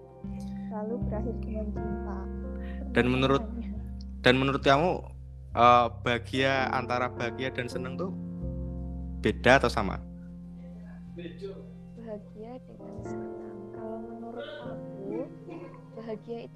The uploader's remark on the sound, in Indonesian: Maaf bgt suara nya ga se frekuensi(pelan dan kenceng) karena kita recordnya ga setempat( record online)